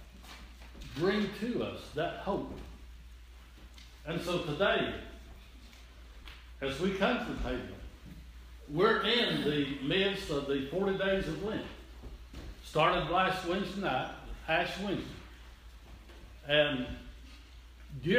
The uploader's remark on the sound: This is an audio recording of teh sunday morning service at Persia United Methodist Church in Rogersville, TN.